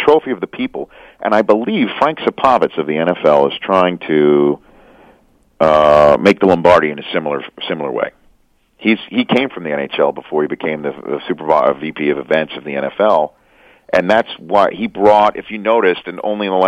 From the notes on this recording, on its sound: The guys then phone up